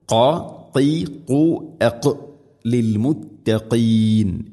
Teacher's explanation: തൊണ്ടയുടെ മുഗൾ ഭാഗവും കഴിഞ്ഞ് അതിൻ്റെ മേലെയാണ് ഖാഫിൻ്റെ മഖ്റജ്